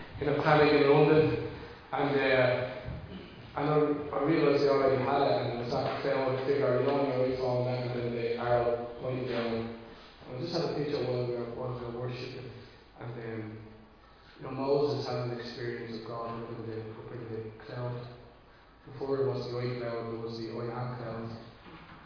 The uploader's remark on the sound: Recorded live in Liberty Church on 27 March 2022